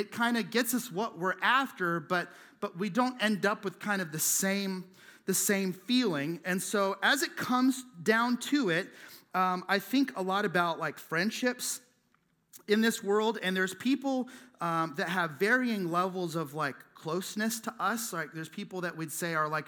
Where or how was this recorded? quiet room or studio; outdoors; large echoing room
large echoing room